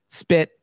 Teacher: spit has S and then the non-aspirated bit, but we think of it as a P because we spell it with a P, but that's just something that happens between our brain and it coming out of our mouth because maybe it's harder for us to say spit.